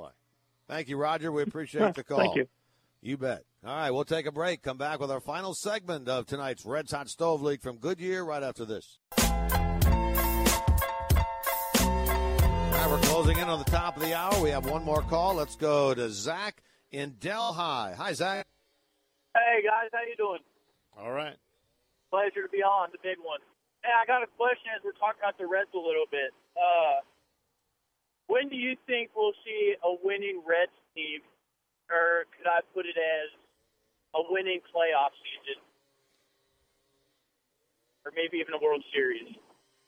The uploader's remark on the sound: Live from Goodyear to take your calls on the Reds season.